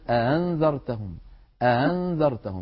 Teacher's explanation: وبعضهم من القبائل كان يسهل الهمزة الثانية